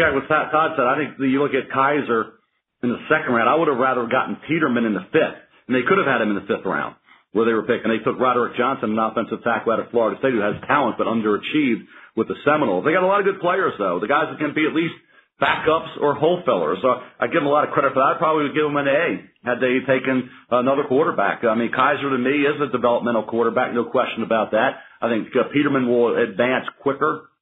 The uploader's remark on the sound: NFL Draft Conference Call